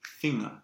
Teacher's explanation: And when, in general, when it's in the root of the word like that, we always want to say the ng, but we don't want to say the G sound. · Term: reinen NG-Klang